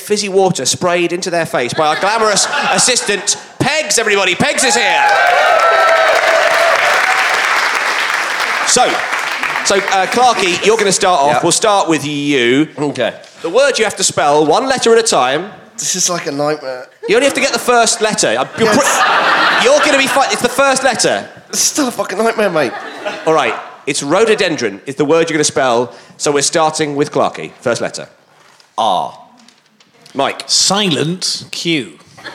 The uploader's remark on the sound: It's a camping special recorded at the wonderful Machynlleth Comedy Festival in May 2013.